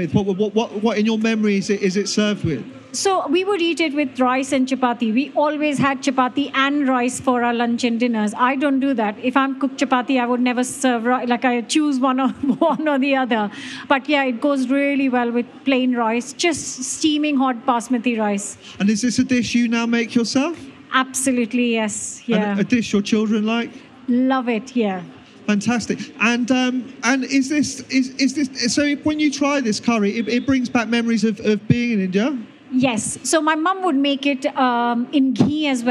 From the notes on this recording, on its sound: This was recorded at the BBC Good Food Show.